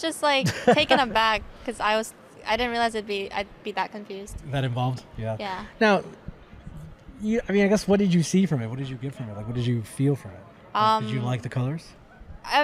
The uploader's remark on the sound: UncleDad Live at GDC 2022 in San Francisco